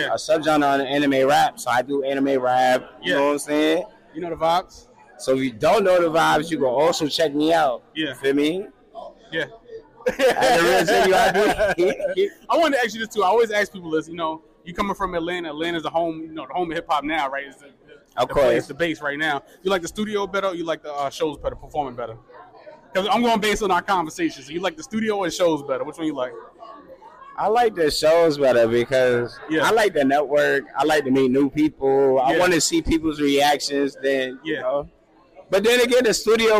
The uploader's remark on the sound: live at the Tunage Showcase